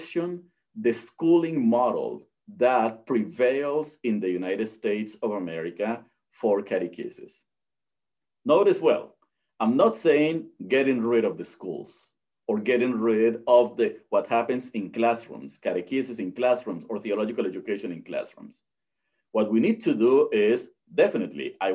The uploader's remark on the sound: Originally presented as a live webinar lecture. This event is part of a webinar series on Hispanic Theology.